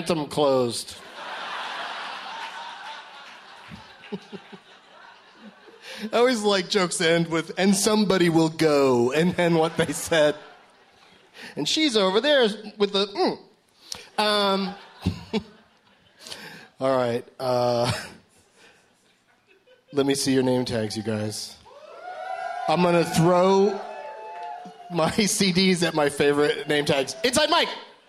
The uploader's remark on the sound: Live from the Irving Plaza in NYC